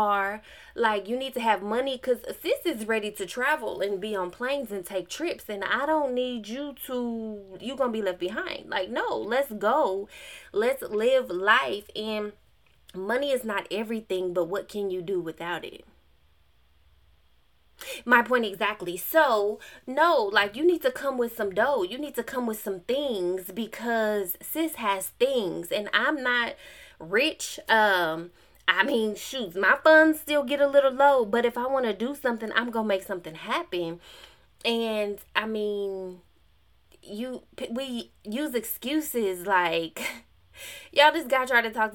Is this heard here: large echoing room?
no